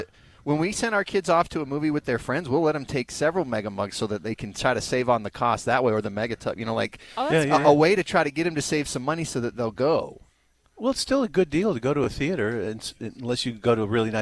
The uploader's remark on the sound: broadcasting live from ARUP Blood Services in Sandy